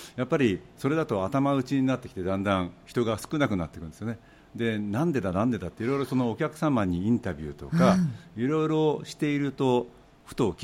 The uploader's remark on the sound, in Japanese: 5/13に都内で開催した公開収録の模様をノーカット【完全版】としてお送りします。